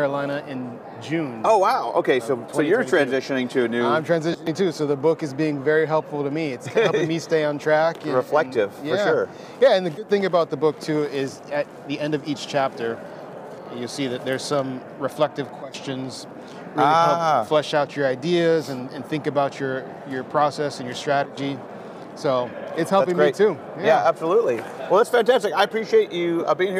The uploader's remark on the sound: From the 2022 Midwest Clinic. It contains a few short interviews with these educators.